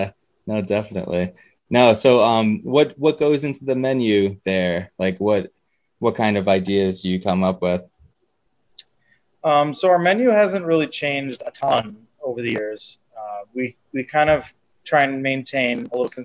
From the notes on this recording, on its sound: Recorded Live on Zoom.